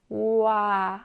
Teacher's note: 와는 발음할 때 입술 모양이나 혀의 위치가 변하는 이중모음이다